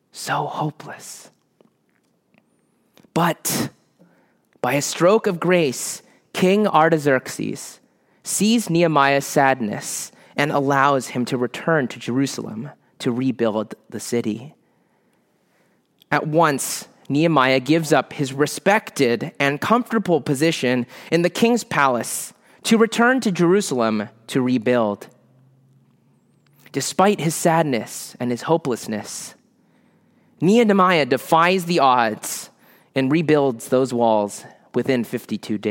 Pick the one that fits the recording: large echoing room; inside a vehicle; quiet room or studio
large echoing room